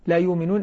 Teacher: الهمزة الساكنة يبدلها حرف مد من جنس حركة ما قبلها